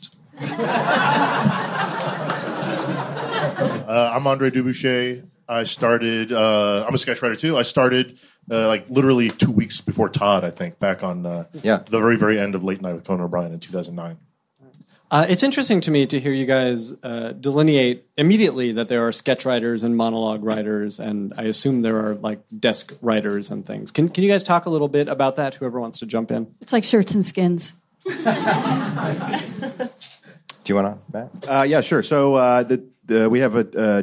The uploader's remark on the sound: Originally recorded April 14, 2016 at the Nerdist Theater at Meltdown Comics.